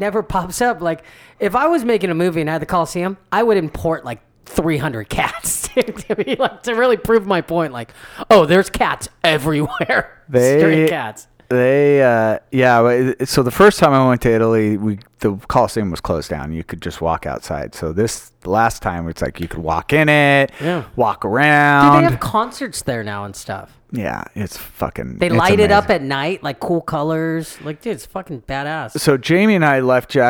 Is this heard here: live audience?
no